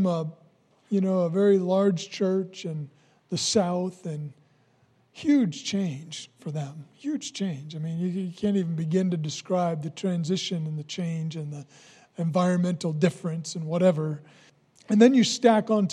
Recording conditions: large echoing room